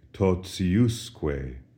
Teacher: Notice the accent shifts from the T-I syllable to the U-S syllable. And as a result, the pronunciation of T-I is no longer T as in totius, but rather it softens.